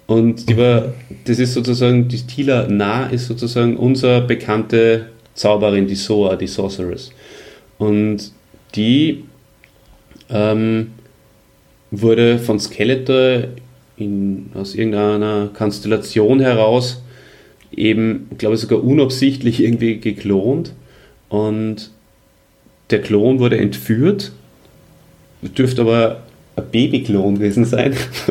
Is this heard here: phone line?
no